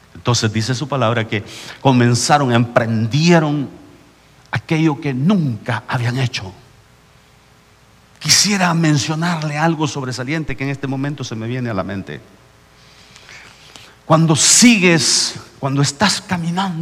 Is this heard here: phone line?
no